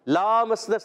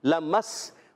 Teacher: نون مشدد ایک الف کا گنہ بھی کرنا ہے، علی مدہ بھی ہے، وہ انا گنہ بھی کریں گے ایک الف کا اور ایک الف کھینچیں گے بھی، ٹھیک ہے. لمس نسما لام پر زبر ہے، حرکت ہے، کھینچنا نہیں · Shown in: second take